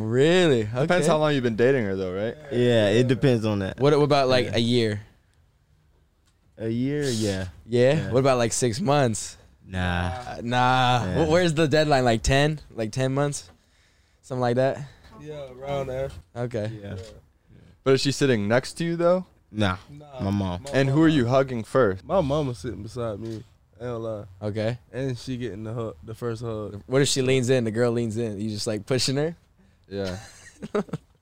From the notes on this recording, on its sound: join the boys in the truck